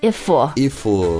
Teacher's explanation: 比如 if 就是 if 但他会说 if if 就是这个 f 后面加了一个 vowel 的 sound